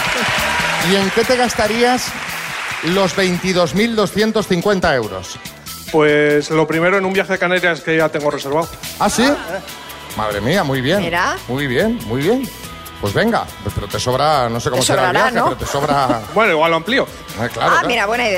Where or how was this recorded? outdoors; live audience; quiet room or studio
live audience